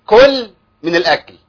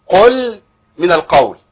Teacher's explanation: معلش، فخد بالك من القاف، بس بين ضمه القاف وبينها انها قاف، ما تبقاش كاف مضمومه · Shown in: second take